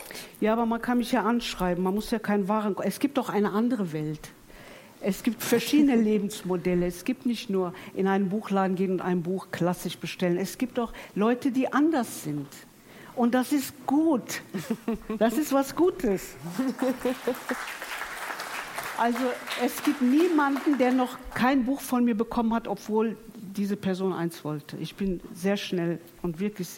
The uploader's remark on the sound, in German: Live vom Erlanger Poetenfest